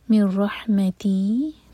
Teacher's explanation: اولئك يئسوا، تو حمزہ پر make sure کی cut off sound who, يئسوا ناٹ يئسوا، يئسوا مر رحمتی، مر ادغام بغیر غنہ کے، تو نون نہیں پڑھا جائے گا، را سے کنیکٹ کریں گے میم کو